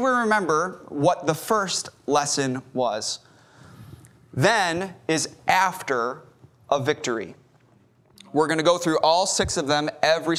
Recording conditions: large echoing room